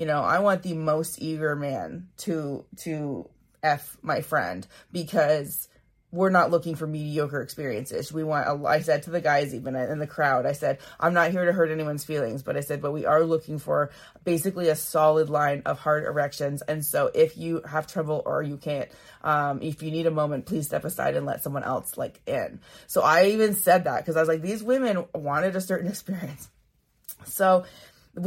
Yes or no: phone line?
no